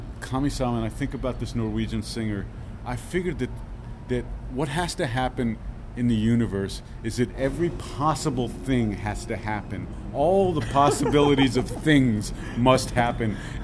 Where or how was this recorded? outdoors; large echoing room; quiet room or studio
outdoors